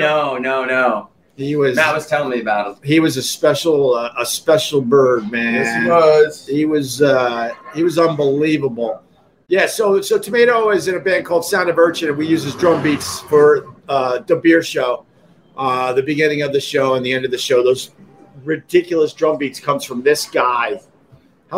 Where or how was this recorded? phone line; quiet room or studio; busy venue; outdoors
busy venue